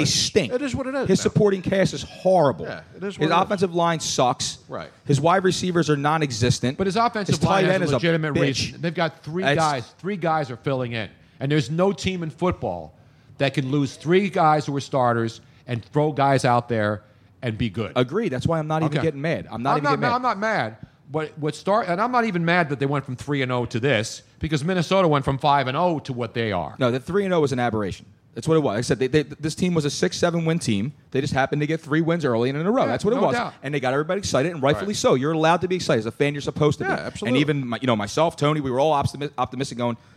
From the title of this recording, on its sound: Live from MOONSHINE